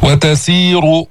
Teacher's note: وتسير راء مضمومة مفخمة